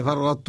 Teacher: في التاء إضغاما ناقصا، وبالتالي نسمع شيئا من استعلاء الطاء، نسمع منه شيئا، نسمع شيئا من صوت الطاء